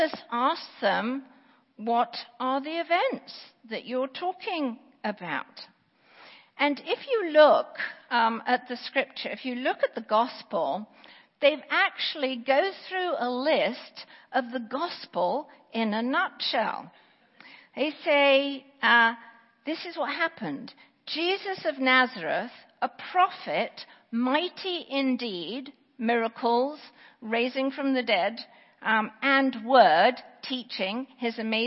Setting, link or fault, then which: setting, large echoing room